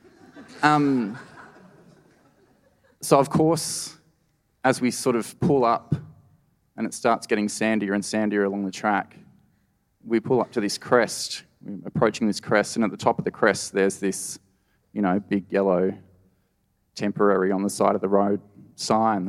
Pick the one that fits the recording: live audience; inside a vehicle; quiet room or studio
live audience